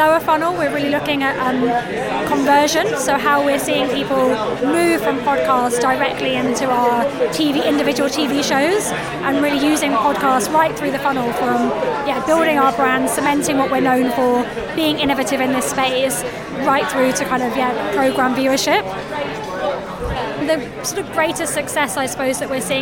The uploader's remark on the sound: we’re at the Podcast Advertising Summit